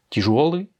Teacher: l'accent tonique est sur le yo